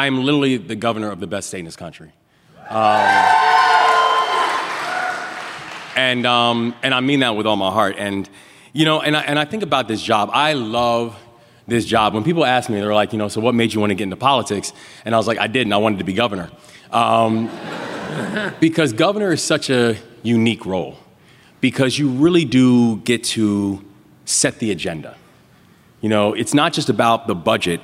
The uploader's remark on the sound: Live in Washington D.C.